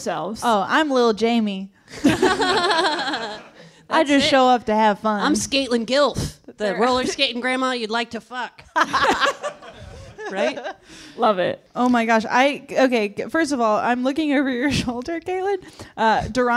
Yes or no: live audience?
yes